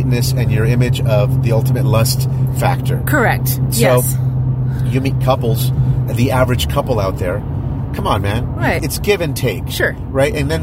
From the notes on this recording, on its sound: We recorded this audio in our car while traveling from Las Vegas back to Los Angeles.